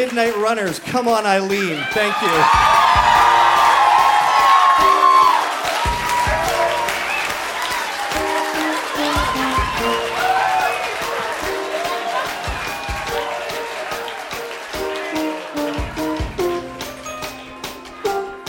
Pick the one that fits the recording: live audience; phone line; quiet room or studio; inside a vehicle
live audience